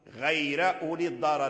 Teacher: ترقيق الراء لأن تقدمت ياء ساكنة